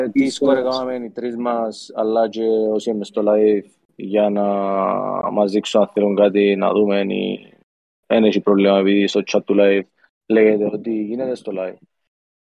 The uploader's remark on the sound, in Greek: Live συζήτηση στο discord του FPL Cyprus.